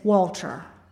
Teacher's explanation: I could barely make out that tiny L sound wedged in the middle of the name Walter.